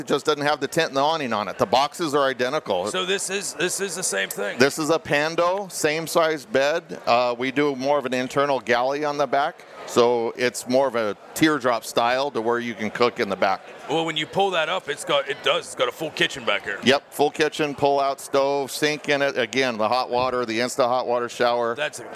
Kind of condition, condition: setting, busy venue